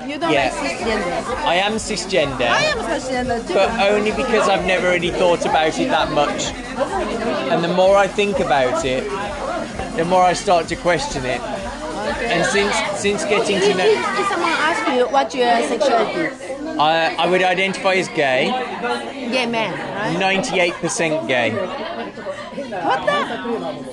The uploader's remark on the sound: Recorded in Heathrow airport and two very different bars in Tokyo. Sip Negronis in the departure lounge. Finish their first night at a women-centric bar called Gold Finger, where they interview the owner.